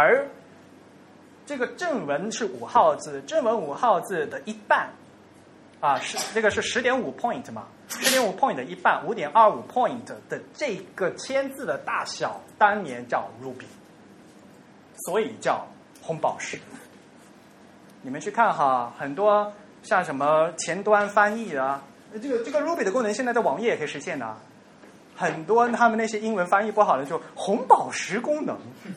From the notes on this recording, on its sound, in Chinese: 于 7 月 16 日在同济大学中芬中心开讲。本期节目为现场录音的精选剪辑版。